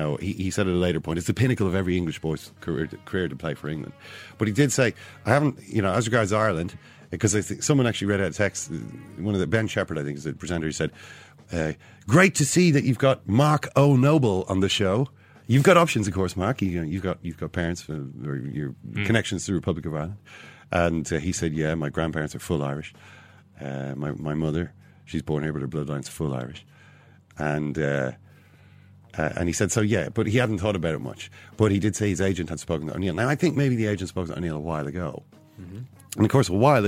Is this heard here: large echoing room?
no